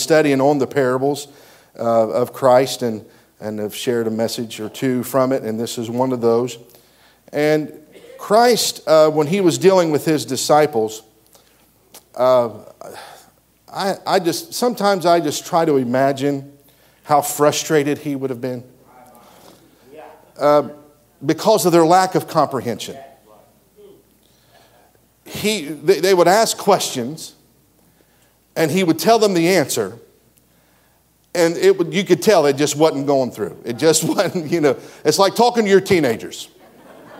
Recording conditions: live audience